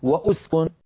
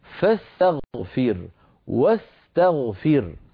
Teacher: هذه الهمزة أيها الإخوة أولا لا تثبت إلا عند البدء، إذا بدأنا نطقناها، وإن وصلنا ما قبلها بما بعدها سقطت هذه الهمزة من الكلام · Shown in: second take · يعني أنا أقول للمفرد المخاطب أسكن، فإن وضعت قبل هذه الكلمة واوا أقول واسكن، وس فأنتقل من الواو إلى السين، ولا أقول له وأسكن، الهمزة في درج الكلام في وصل الكلام تسقط. · Term: همزة الوصل